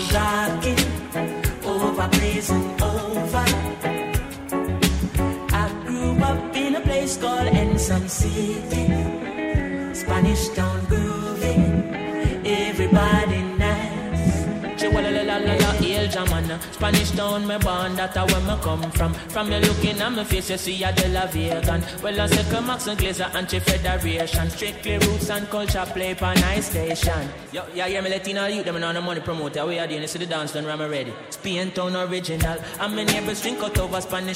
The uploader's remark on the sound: Live audio from island saturdays on july 21.